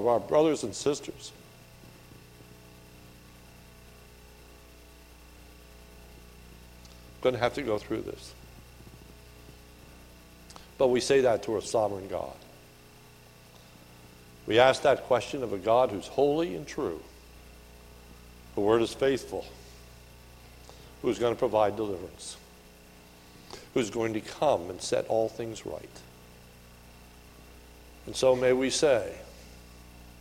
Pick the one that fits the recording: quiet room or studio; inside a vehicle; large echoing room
large echoing room